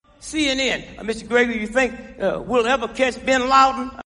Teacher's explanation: He also stressed the verbs think and catch, and the adverb ever. Note that he did not stress the pronouns you or we. He also didn't stress the auxiliary verbs.